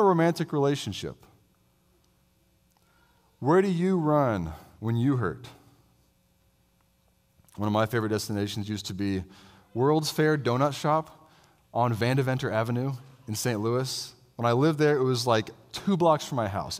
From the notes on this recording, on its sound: I delivered this sermon as a guest preacher at Christ the King Presbyterian Church in Roanoke, VA.